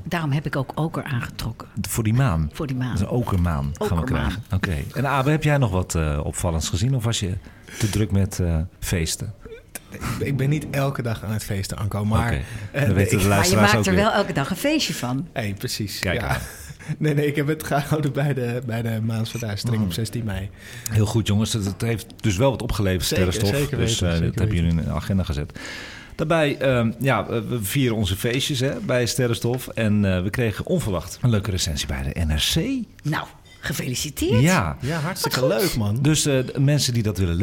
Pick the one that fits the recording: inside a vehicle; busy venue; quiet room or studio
busy venue